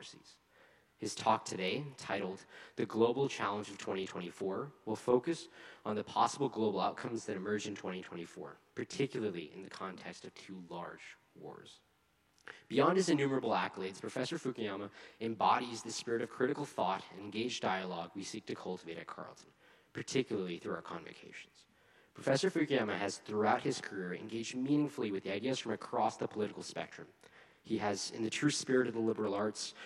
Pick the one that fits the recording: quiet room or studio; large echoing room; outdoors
large echoing room